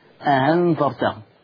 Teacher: ورش مذهبه إن هو بيسهل الهمزة الثانية